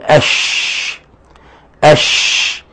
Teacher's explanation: ومن الأخطاء أيضا في لفظ الشيطان الشين، تضييع التفشي، إسقاط التفشي في الشين، لأن الشين من صفات هذا الحرف أنه حرف تفشي يعني انتشار الصوت